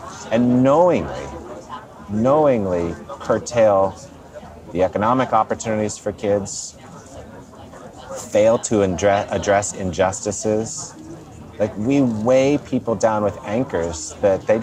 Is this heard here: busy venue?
yes